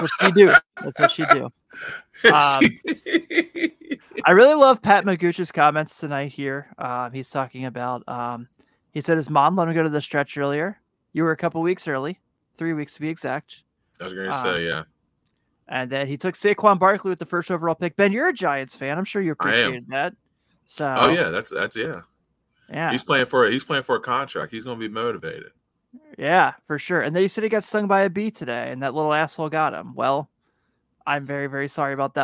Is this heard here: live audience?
no